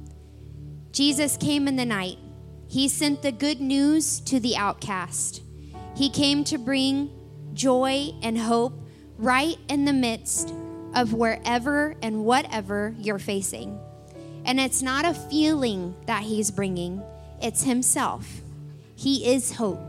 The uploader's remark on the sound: This night was recorded on Sunday, December 17th, 2023, during our special Christmas service at The Anchor Church in Rockport, Maine.